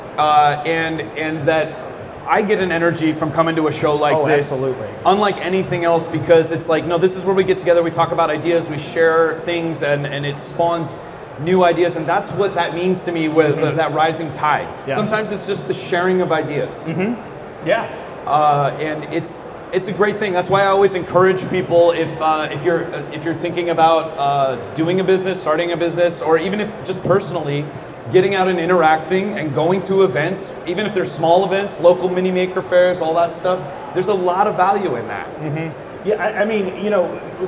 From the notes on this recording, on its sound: Today we're recording live from the 2023 East Coast RepRap Festival, a 3D Printing exhibition in Bel Air Maryland.